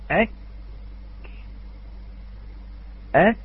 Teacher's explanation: ينحبس الصوت أولا ثم نفك فيه المخرج لجريان هذا النفس · Term: شديدة مهموسة